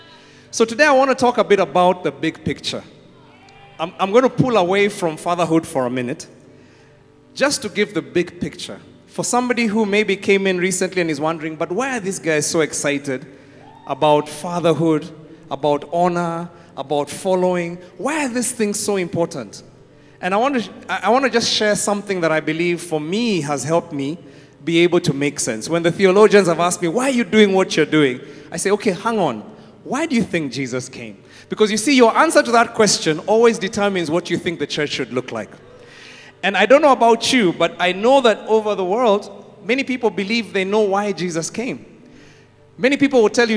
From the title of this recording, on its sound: Preached at Worship Harvest Camp, Kampala